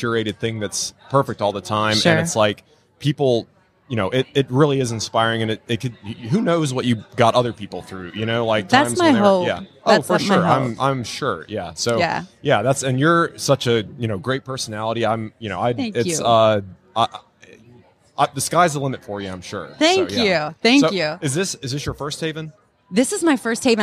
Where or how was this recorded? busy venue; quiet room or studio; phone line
busy venue